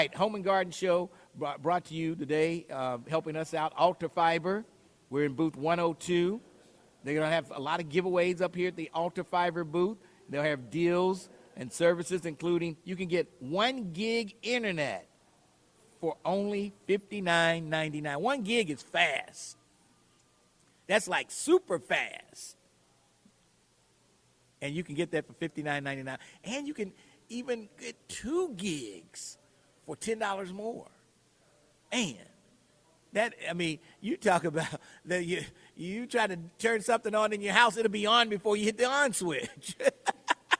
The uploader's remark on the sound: Live from the Home & Garden Show